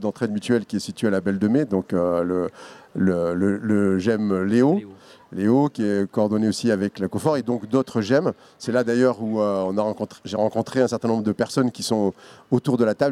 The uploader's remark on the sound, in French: Radio Belle de mai s'est enregistrée samedi 07 septembre, sur la place Cadenat, dans le quartier, au coeur du Plexus Rouge. Autour de la table devant les micros il y a des habitantes du quartier, des activistes, des artistes, les unes sont parfois les autres et réciproquement.